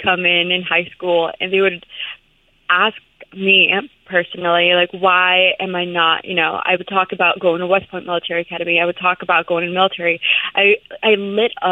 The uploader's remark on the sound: answer our phone call